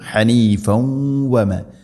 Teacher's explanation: തൻവീനിനെ വ എന്ന അക്ഷരത്തിലേക്ക് ഇദ്ഗാം ചെയ്ത് അഥവാ കൂട്ടിലയിപ്പിച്ച് മണിച്ചുകൊണ്ട് ഉച്ചരിക്കണം.